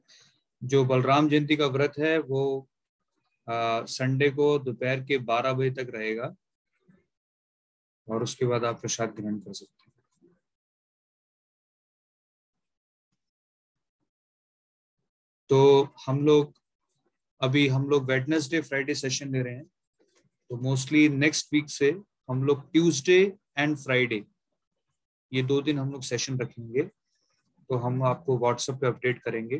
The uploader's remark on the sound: Zoom recorded class